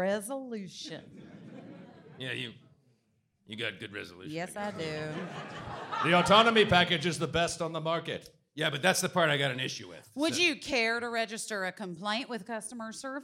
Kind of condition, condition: setting, live audience